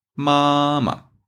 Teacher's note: The second pinyin is short and light. · another tone in Chinese which is short and light, known as the neutral tone